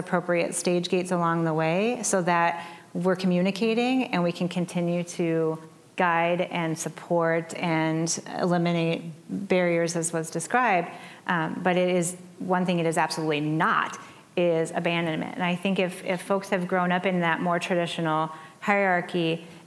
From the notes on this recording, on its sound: Join us live at Agile Day Twin Cities.